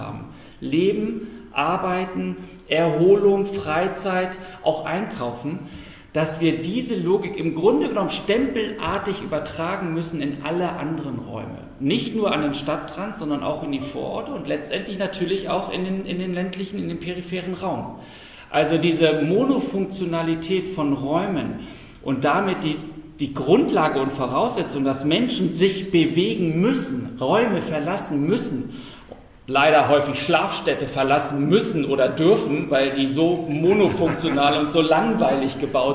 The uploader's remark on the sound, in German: Die Diskussion wird zur Hypermotion Frankfurt im Rahmen eines Panels